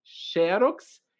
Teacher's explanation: É uma paroxítona, ou seja, a tonicidade está na penúltima sílaba